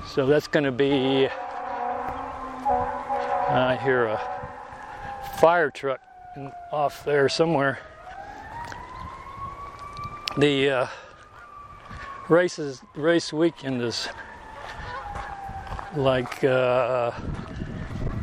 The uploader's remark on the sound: Today I am walking at Mountain Park Park and doing my usual rambling on.